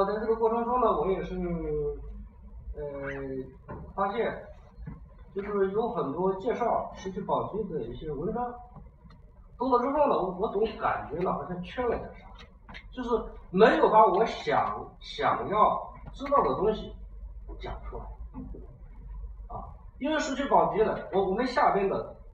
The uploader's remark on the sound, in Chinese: 讲座录音